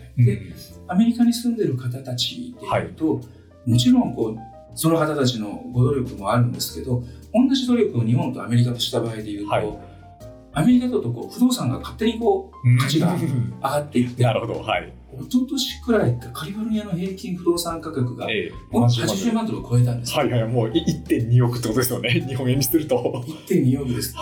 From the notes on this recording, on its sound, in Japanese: 収録時のトラブルのため、普段よりも音質が悪くなっています。